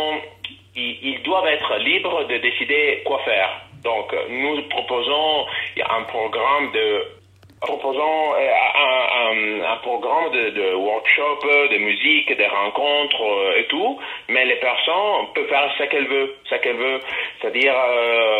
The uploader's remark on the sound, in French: que j’ai pu interviewer par téléphone